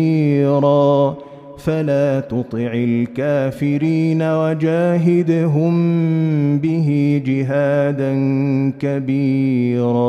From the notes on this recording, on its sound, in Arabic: مسجل من صلاة التراويح بمسجد السلام بحي مشرفة بجدة.